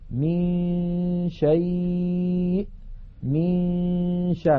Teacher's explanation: من الميم ننتقل إلى مخرج الشين وننطق غنة من الخيشوم، فإذا انتهى زمن تلك الغنة نطقنا الشين · Term: الإخفاء